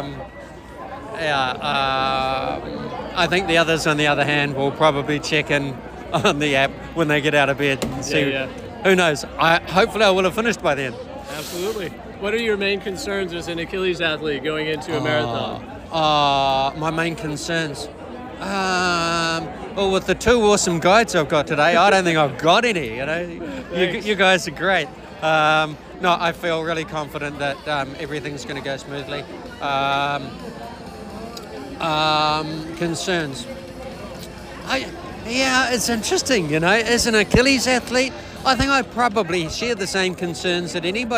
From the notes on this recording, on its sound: In this episode, we have a few live clips from just before and just after the marathon.